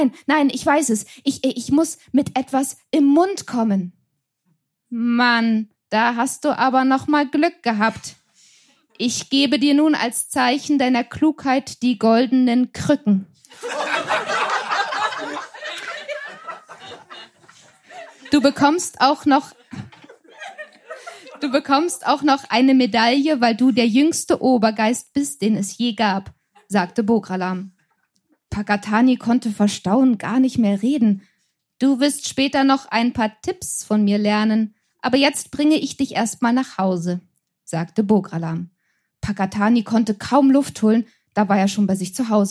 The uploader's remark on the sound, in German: In der einundsechzigsten Podcast-Episode hört Ihr einige Beiträge von unserer Show. Im Berliner Monarch. Heißen Dank an das Kulturhaus Insel, unser tolles Publikum.